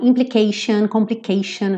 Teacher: tem um padrão de pronúncia para essas palavras, que esse T sempre vai ser sh